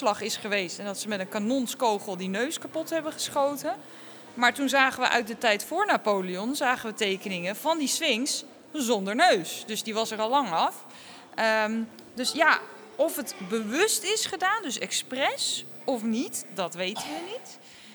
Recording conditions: busy venue